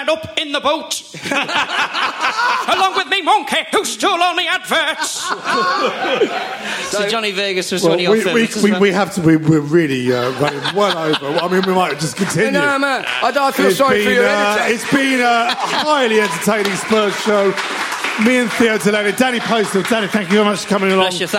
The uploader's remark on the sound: Recorded at our private #SpursShowLIVE exclusively for Spurs Show Season Ticket Holders. We’re giving it to you in full length, unedited fashion. The live audience for this live podcast.